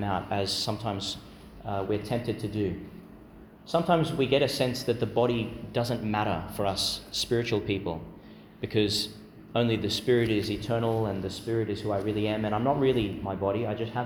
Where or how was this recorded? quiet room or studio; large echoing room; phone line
large echoing room